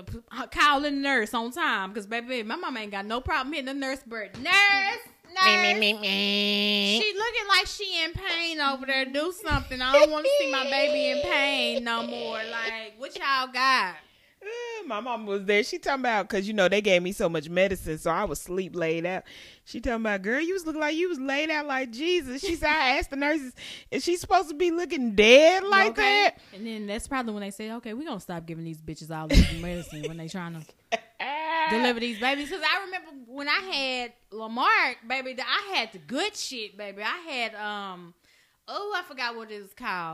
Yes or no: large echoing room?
no